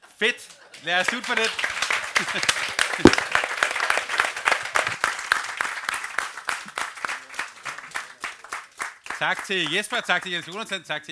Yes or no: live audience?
yes